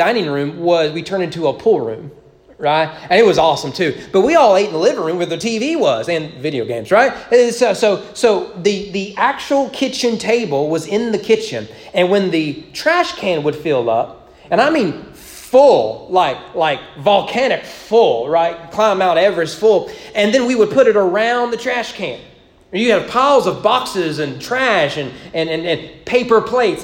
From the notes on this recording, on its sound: Sermon preached at East Frankfort Baptist church on November 7, 2021 during evening worship